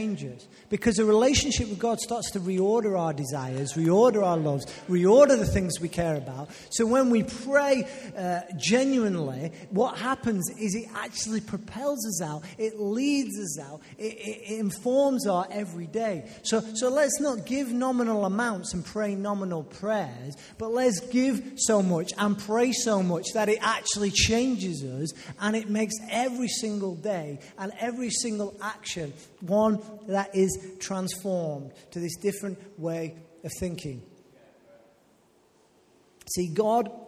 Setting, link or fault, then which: setting, live audience